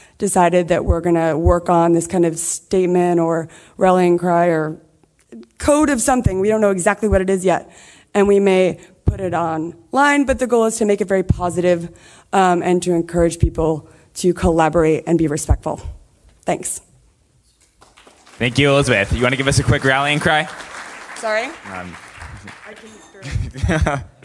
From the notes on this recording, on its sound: We're at the recent "Scaling Bitcoin" conference for another one.